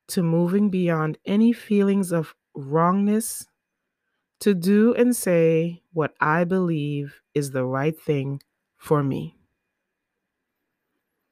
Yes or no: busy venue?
no